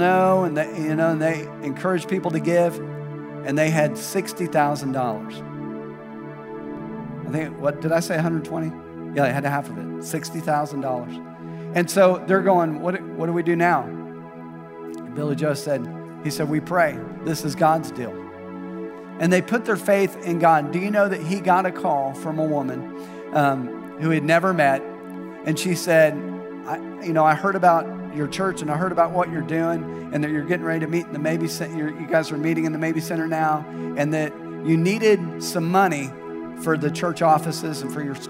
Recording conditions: large echoing room